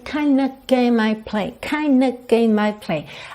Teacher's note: é muito comum essa junção das palavras kind e of soar kinda, kinda. Ok?